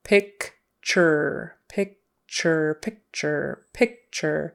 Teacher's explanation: And URE is going to sound like ER. Picture, picture, picture, picture, with the accent on the first syllable.